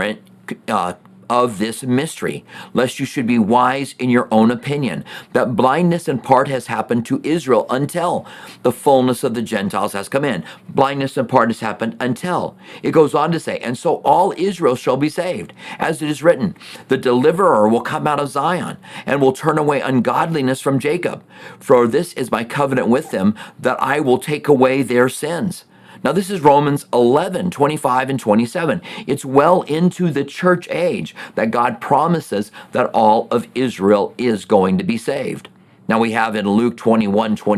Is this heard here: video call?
no